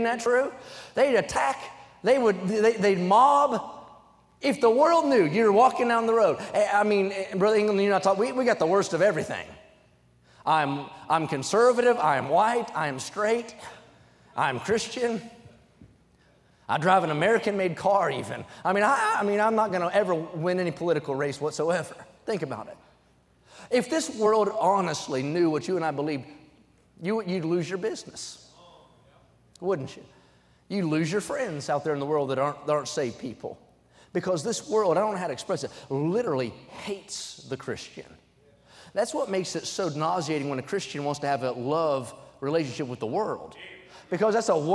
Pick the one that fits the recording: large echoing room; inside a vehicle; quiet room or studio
large echoing room